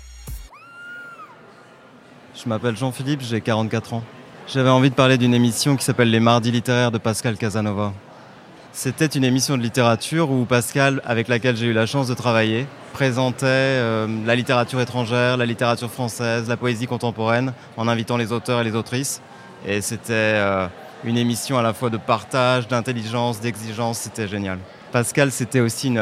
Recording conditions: busy venue